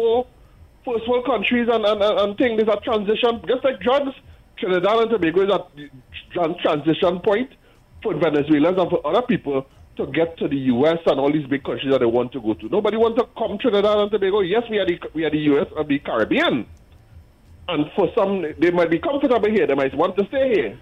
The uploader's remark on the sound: we take more calls from the audience